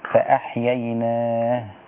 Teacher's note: إذا وقفت على فأحييناه قفي بالسكون وليس بالضم